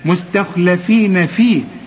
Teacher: هنا ما نقولش مستخلفين مستا، لا مستا، الاول مستا وبعدين الخاء فخمها لي، مستخلا واللام رققها، مستخلفين فيه.